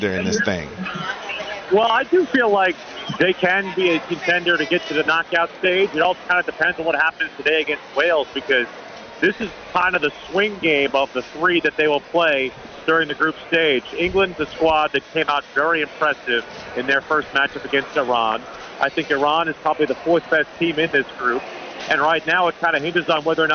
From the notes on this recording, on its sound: Joins live from the Charlotte FC watch party ahead of the U.S.'s World Cup match.